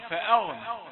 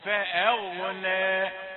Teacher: همزة رقيقة وغين مفخمة · Shown in: second take